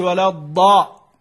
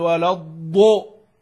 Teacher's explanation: فأتى بالفتحة مشربة بالضمة · Shown in: second take